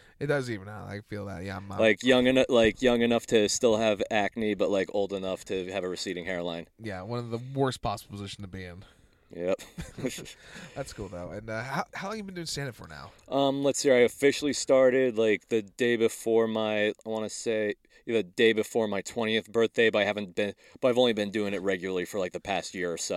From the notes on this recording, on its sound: Got in my car and we talked.